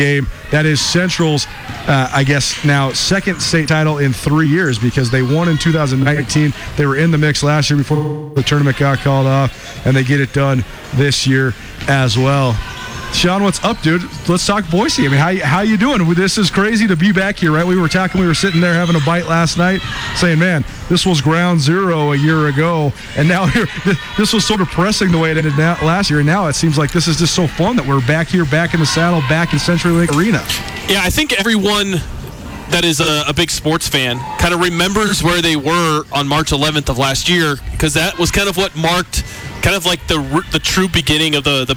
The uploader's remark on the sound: Live from Boise. Live from the Big Sky Tournament in Boise, Idaho.